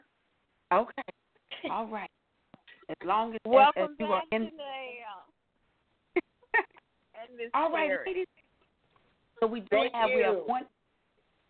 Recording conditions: phone line